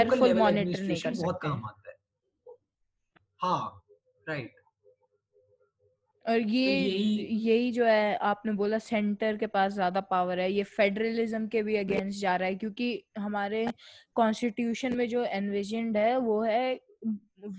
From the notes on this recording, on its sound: Microphone: Fifine T669. Laptop: Apple MacBook Air 2017. Recorded on: Zoom. Edited in: iMovie, Anchor, Audacity, Levelator.